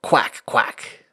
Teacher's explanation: ash is pronounced as a real flat, short A sound. Uh, my old English professor liked to say it's like a duck quack, quack.